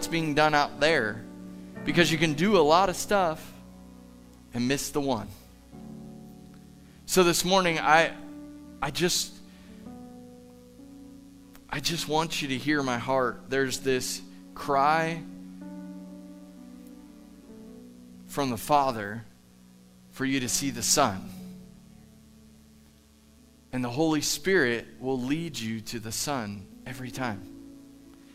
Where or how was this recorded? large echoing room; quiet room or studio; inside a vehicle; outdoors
large echoing room